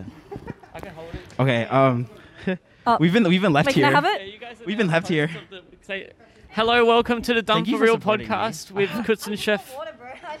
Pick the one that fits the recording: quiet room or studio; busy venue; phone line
busy venue